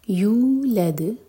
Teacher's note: یو مد طبعی ہے، اس کو چھوٹا نہیں ہونے دینا، یولد، دال پر قلقلہ.